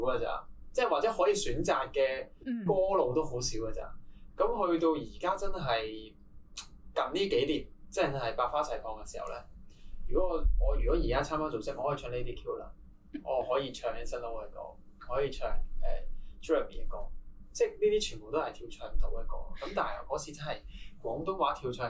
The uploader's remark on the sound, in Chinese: 靚仔到電親我枝咪，今集嘅音質有啲差。